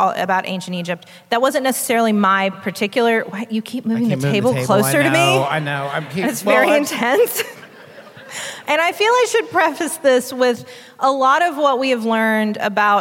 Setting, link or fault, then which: setting, live audience